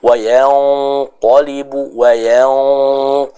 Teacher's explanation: karena setelah nun sukunnya ada huruf tebal, huruf qaf ya, maka di sana ikhfanya pun akan ikut terbaca dengan tebal